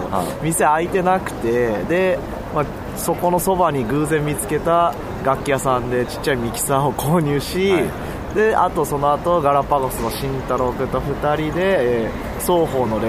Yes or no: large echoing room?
no